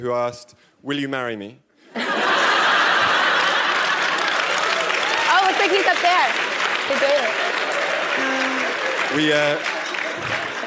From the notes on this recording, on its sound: Stanford GSB’s View From The Top is the Dean’s premier speaker series. During student-led interviews and before a live audience.